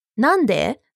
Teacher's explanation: all you need is that rising intonation